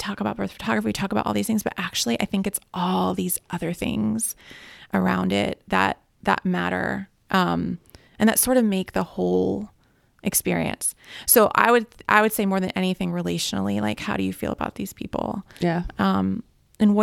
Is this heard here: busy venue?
no